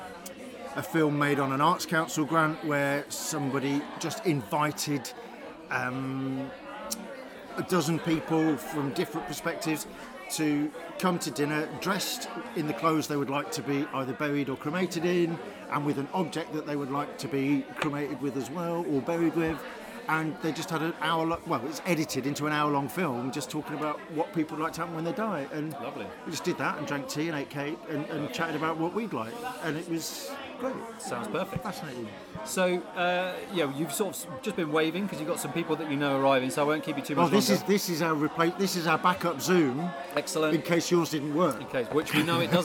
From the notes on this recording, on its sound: The panel brought together religious and humanist celebrants, death educators and palliative care specialists as part of the 6th Death Online Research Symposium held at Northumbria University